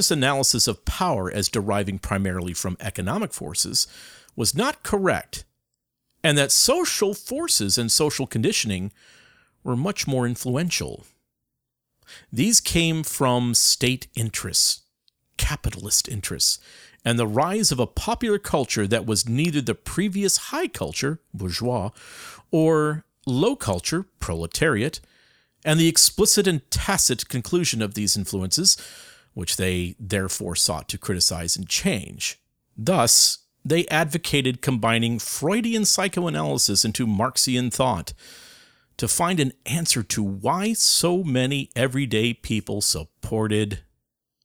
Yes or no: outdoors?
no